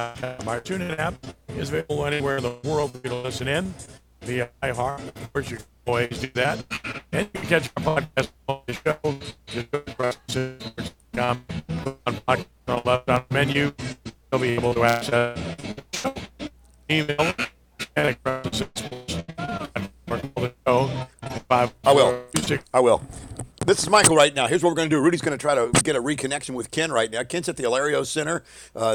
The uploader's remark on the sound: live on location at the Allstate prep basketball classic